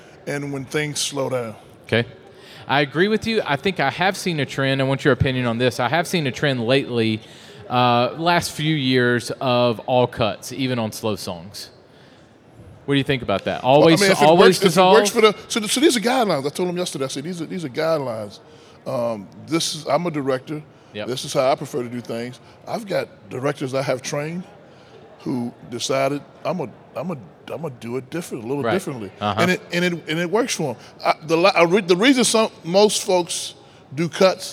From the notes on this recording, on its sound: We recorded both of these interviews in front of a live audience at the Church Facilities Expo and SALT Conference.